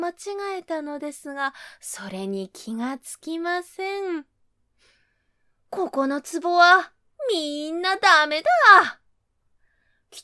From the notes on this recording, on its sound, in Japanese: 自宅録音ですのでノイズなどはご了承くださいませ。